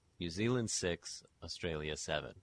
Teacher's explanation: they'd use a schwa vowel in place of the I vowel throughout their speech